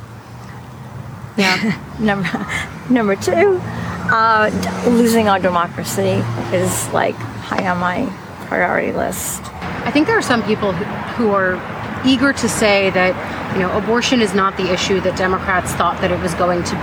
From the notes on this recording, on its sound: a live broadcast from the Hall on the Yard in Orlando, Florida